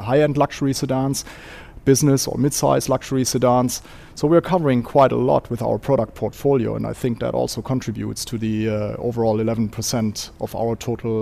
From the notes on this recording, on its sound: As part of World Radio Day, we broadcast live from the centre at the Dubai Design District.